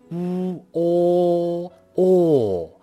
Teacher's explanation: 存好心，说好话，让我们一起做更好的自己。大家好，我是青年好声音，欢迎来到普通话百日训练。今天我们要学习韵母，“喔”，这是一个复韵母，有两个元音，和和而成。第一个“呜”，“呜”的口型。嘴唇圆起来，嘴巴撅起来，“呜”，要收住了。对自己的嘴唇呢，有一个控制力。呜，呜，第二个音呢是哦，哦，嘴巴里面是空的。我们说公鸡，公鸡，喔，喔，叫，喔，喔。好，两个音哈，一个长，一个短，一个响一点啊，长一点。一般呢，汉语的拼音啊，它是侧重后面那个，嘴型呢也要归到后面那个元音上面的口型乌和哦两个口型呢，前短后长划过去，乌哦哦。所以这个音发完之后呢，我们的嘴巴呢应该是哦的口型。比如说，说，你说还是不说？我，是吧？昨，昨天。好了，请跟我一起来咬字发音训练。左，昨天。搓，一小搓一小撮反革命分子抓起来，躲，锁，锁性，窝，鸟窝，火，生活，扩，扩大，脆弱。水